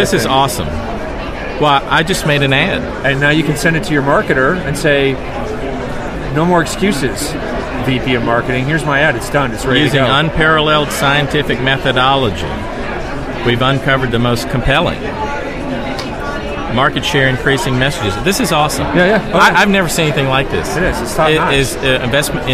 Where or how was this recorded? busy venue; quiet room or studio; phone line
busy venue